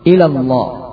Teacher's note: Berikutnya tidak mentasdidkan lam sehingga menjadi ilallah, artinya kepada Allah, ilallah.